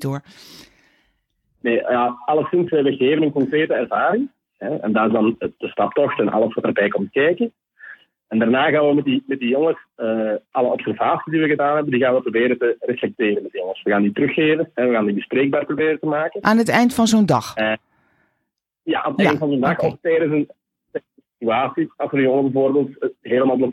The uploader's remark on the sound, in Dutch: Jammer genoeg was de telefoonverbinding erg slecht op de dag van opname. Ik heb natuurlijk opnieuw gebeld, maar het bleef slecht - wellicht door atmosferische omstandigheden...